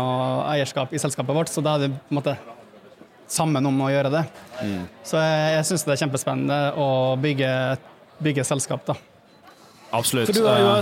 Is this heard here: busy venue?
yes